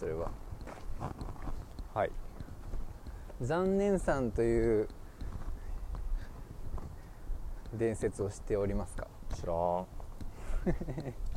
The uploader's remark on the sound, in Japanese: 大物公園収録の後編です！